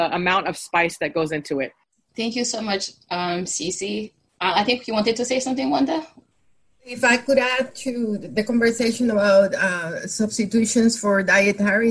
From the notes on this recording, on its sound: This Zoom discussion was part of Conversations in the Neighborhood: Let’s Talk about Food , a discussion series presented by Florida Humanities, the University of Florida’s Center for the Humanities and the Public Sphere, and the City of Gainesville.